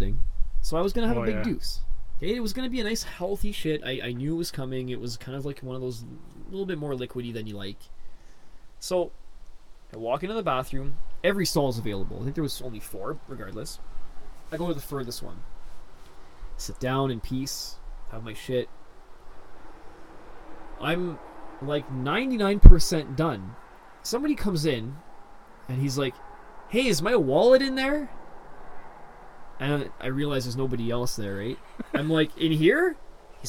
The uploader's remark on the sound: This week's episode was originally recorded in the summer under a gentle breeze and sunny skies